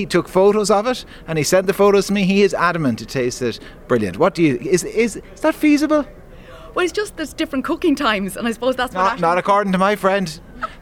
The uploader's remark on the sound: live from The Ploughing Championships